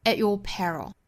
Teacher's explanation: your peril. At 跟后面的 your 之间可以连读同化成一个 ch 的发音 at your 也同样可以在 at 后面做一个停顿 at your peril 也就是做一个 glottal stop 把 t 这个音给省略掉也是可以的